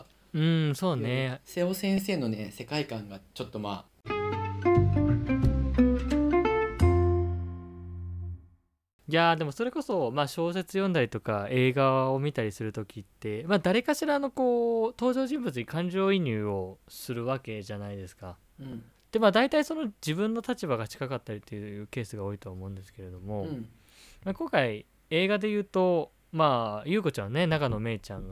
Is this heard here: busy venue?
no